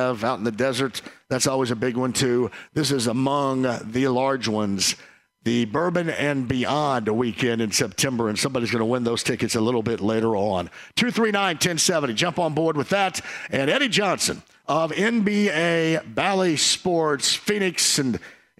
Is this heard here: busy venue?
yes